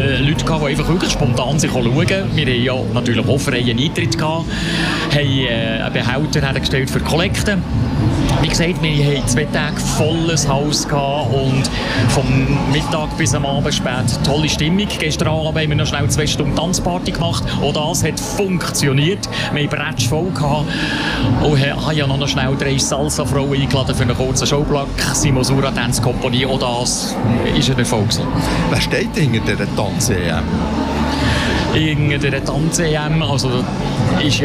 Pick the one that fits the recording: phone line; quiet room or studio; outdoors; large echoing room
outdoors